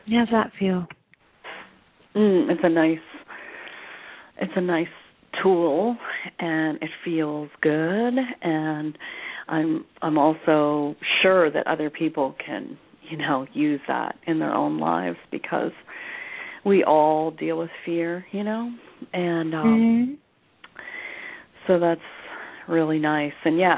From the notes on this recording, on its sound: Takes your calls for healing live today!